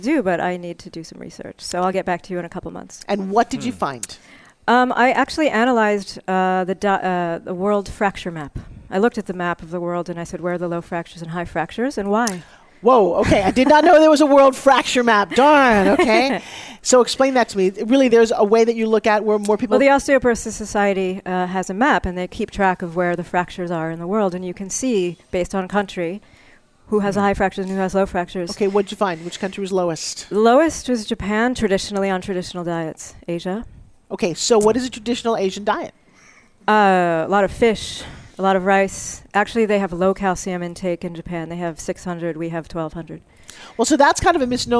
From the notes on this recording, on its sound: Live at CWC2017. Broadcast Live form the Largest Women's conference in the USA. We will be live for 2 days bringing you all the event action, keynote speakers and VoiceAmerica hosts.